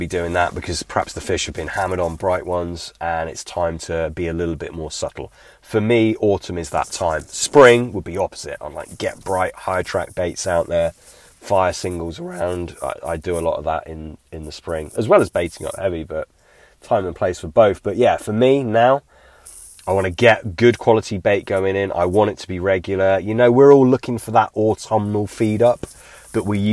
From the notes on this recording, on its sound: A bank-side Q&A.